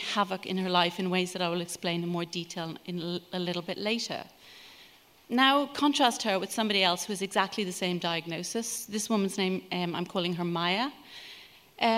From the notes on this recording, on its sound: Recorded at The Tabernacle in London in April 2018.